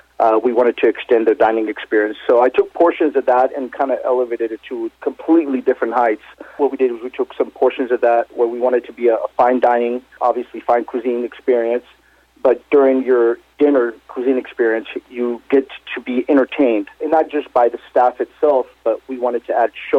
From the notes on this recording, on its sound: called in to SmallCapVoice